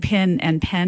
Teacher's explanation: So if I move to the South, I might start saying pin and pen more alike